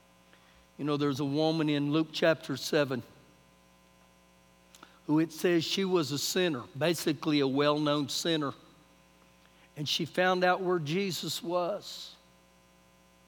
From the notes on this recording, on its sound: Recorded live during our Wednesday night service